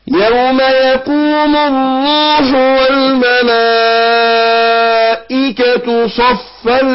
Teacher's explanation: يبقى هنا المد أربع حركات في الملائكة، مد متصل.